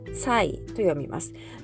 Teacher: 第4世、上から下に急降下する音になります